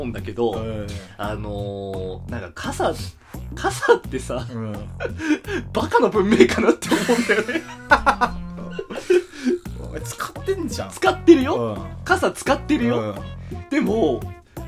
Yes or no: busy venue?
no